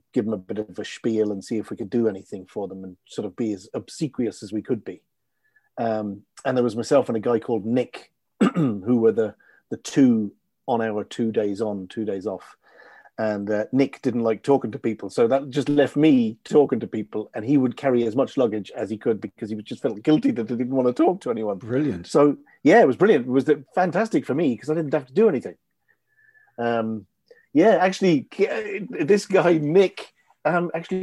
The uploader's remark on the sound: hooked up on Zoom to chat